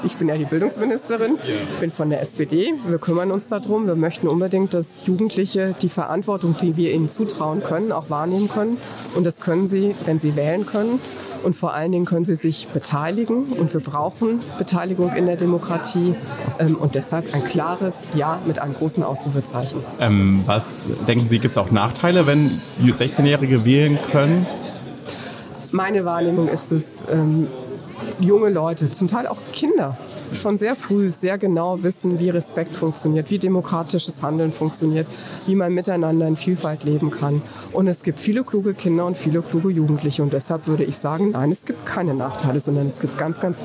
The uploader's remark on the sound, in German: Spezial Folge vom Demokratie Tag. Demokratietag in Ingelheim aufgenommen. Aus einer bunten Auswahl an Fragen konntest du an unserem Stand eine auswählen. Wir haben mit dir darüber diskutiert und kurze Statements aufgenommen.